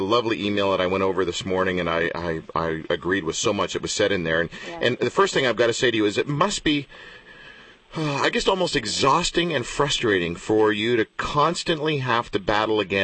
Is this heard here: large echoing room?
no